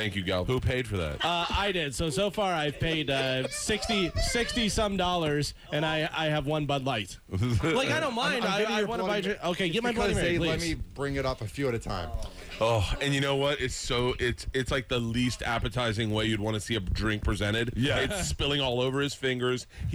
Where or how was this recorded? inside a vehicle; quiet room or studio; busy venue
busy venue